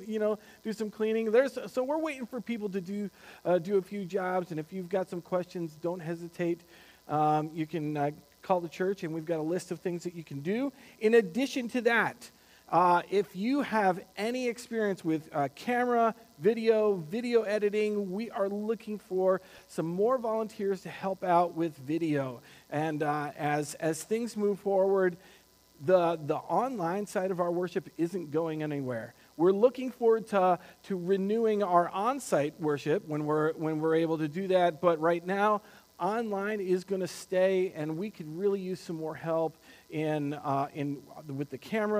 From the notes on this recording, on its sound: Recorded on May 24th, 2020 at Word of Life Church in Le Sueur, MN. WHOLE SERVICE AUDIO.